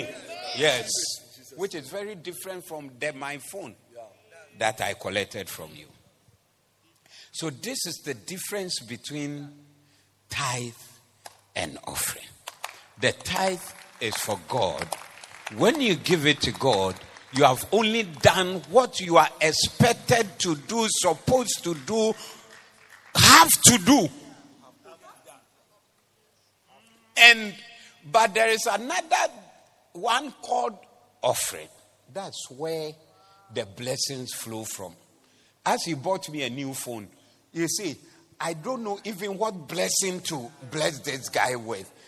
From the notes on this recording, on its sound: Preached at the Doxa Service 20082023